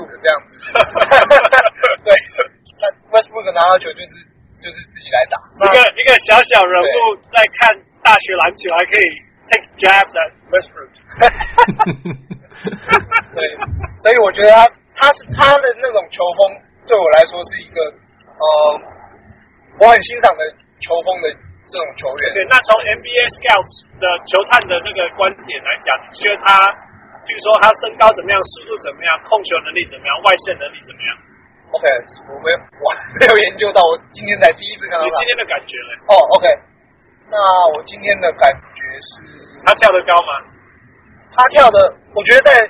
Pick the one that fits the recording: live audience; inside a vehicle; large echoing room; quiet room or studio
inside a vehicle